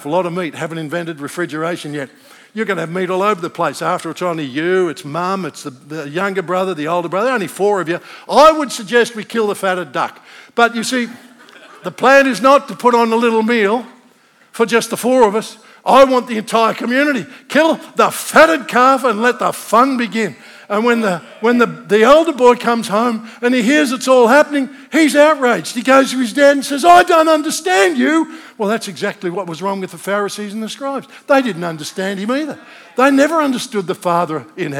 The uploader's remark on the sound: This message was originally recorded at NEUMA Melbourne City location, on Sunday, 9th July 2023, at the 11:30 AM service.